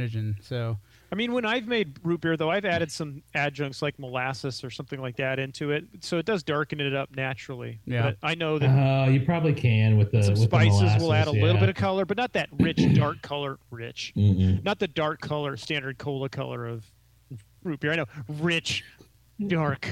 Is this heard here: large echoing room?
no